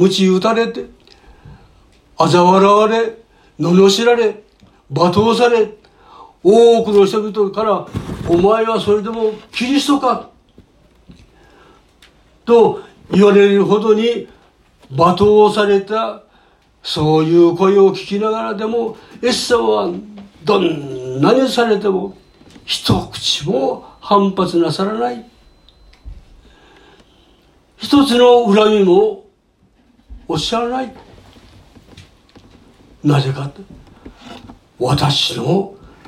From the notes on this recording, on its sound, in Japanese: 2019年12月15日吉備教会礼拝メッセージ録音です。途中までです、、。